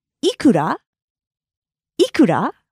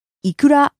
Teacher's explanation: Because it's a question, you'll notice the rising intonation. · Shown in: first take